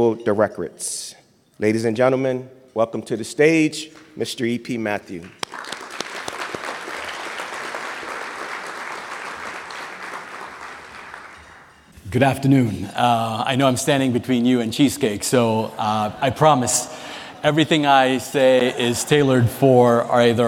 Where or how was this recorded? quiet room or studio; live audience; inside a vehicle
live audience